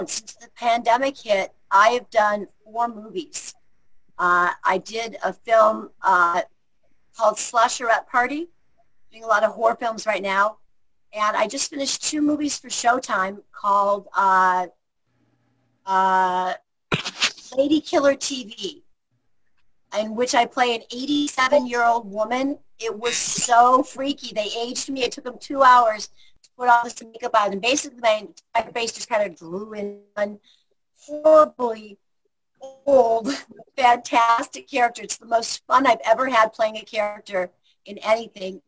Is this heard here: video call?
yes